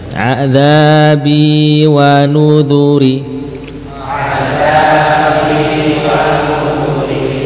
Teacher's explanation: kalau azabi panjang bi-nya, wa nuduri pendek, ri-nya tidak panjang.